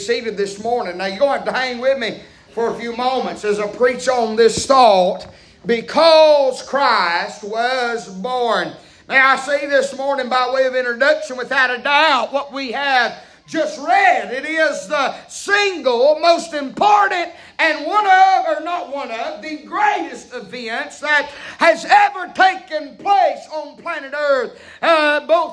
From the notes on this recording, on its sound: preaching Live from Still Water Baptist Church